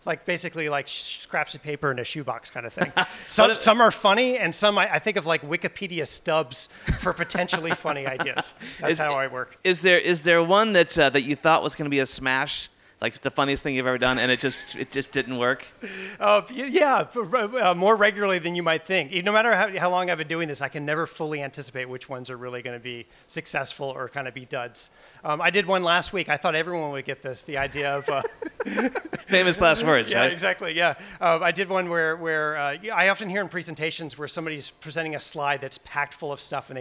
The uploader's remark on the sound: Joins the Podcast live from the LinkedIn Lab at Festival of Marketing in London.